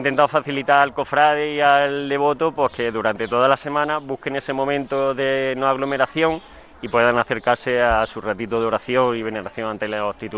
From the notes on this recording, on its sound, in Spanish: Nos trasladamos a sus sedes para hablar en directo con sus responsables. Desde la exposición de paneles fotográficos.